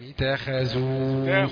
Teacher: التاء رقيقة ونبدأ في الخاء المفخمة على طول